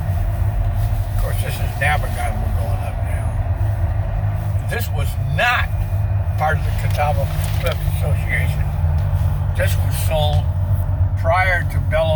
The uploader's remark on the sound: Catawba Island Driving Tour Part III. This time driving through the Cliffs.